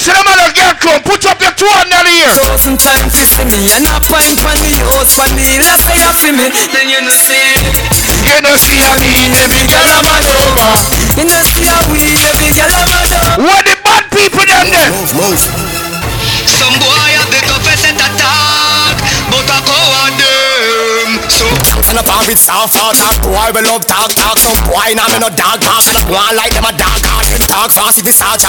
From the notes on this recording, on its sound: INFINITY UK LIVE BLACKANESS PARTY